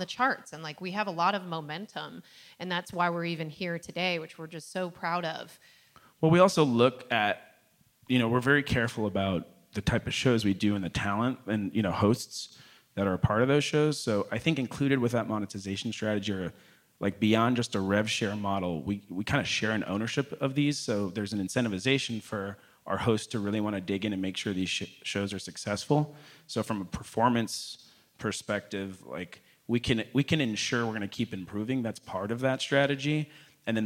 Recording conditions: live audience